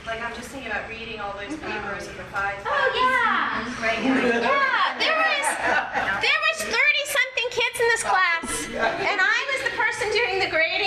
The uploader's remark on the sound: A recording of a live event from a presentation. At Temple University.